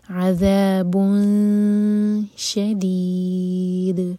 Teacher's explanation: جب اخفا کرے تو با ضمہ کے لیے ہوٹ گول ہوں گے جب شین پر پہنچیں تو ہوٹوں کو پھیلا لیا جائے گا